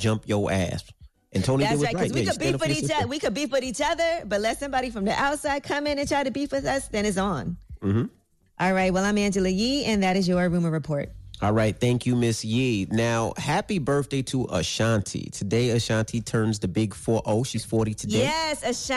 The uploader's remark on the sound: Today on the show we opened up the phone lines. We opened up the phone lines to here some of our listeners stories.